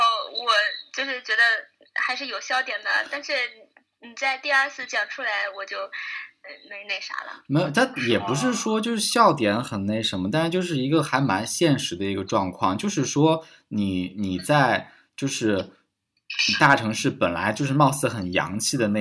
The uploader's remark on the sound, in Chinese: 我们本来在YY录节目，结果回声超大